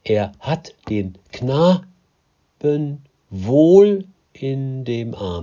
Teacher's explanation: Also eher so mal wohl und arm, da haben wir wieder in dem, da sind wieder zwei unbetonte Silben